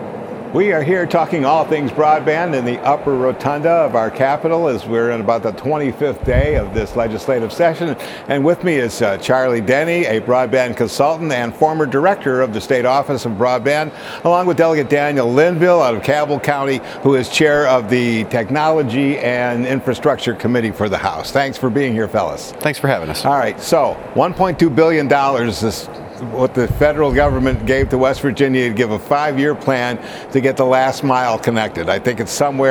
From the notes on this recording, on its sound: Held a press conference to discuss the recent pause on new permits for liquefied natural gas exports.